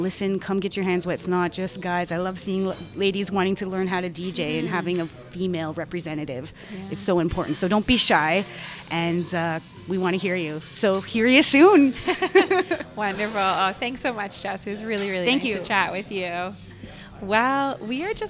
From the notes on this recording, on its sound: LIVE from Midnight Run Cafe. Head to Midnight Run Cafe in Uptown Waterloo.